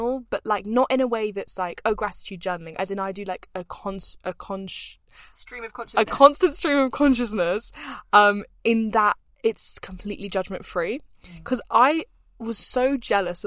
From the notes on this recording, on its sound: we are broadcasting straight from the car